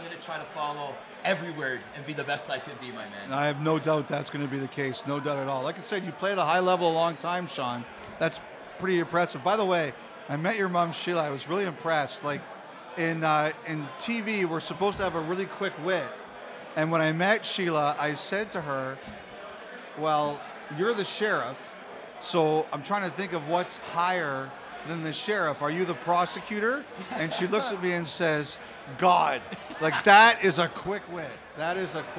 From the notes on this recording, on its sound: Live taping from the Locker Room Studio in Bottomline Sports Bar